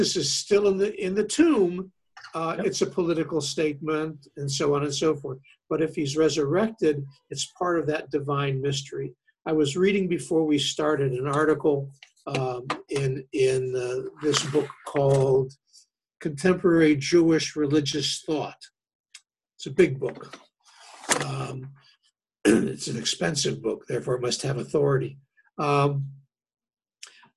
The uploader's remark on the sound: Interfaith Zoom Class. Zoom lecture.